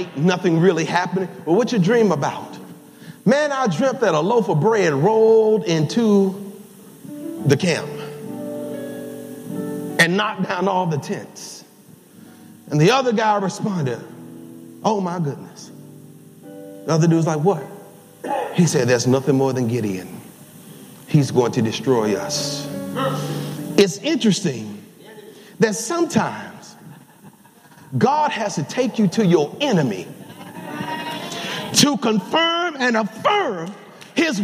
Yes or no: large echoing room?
yes